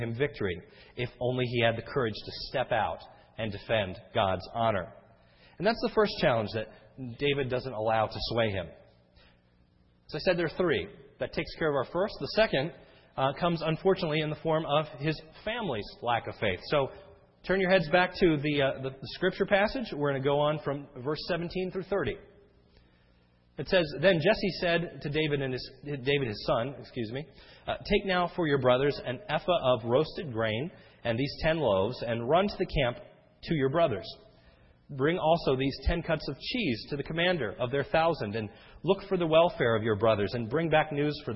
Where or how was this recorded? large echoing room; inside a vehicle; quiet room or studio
large echoing room